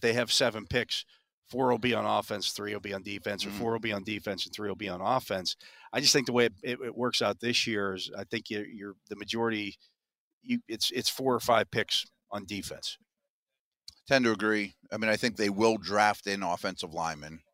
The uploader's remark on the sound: The Drive LIVE from the NFL Combine